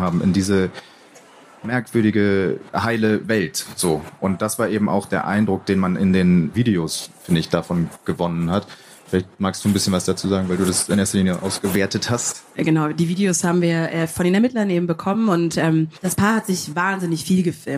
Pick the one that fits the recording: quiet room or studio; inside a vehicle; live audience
live audience